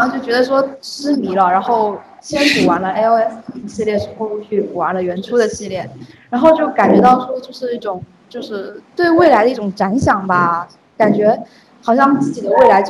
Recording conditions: poor sound quality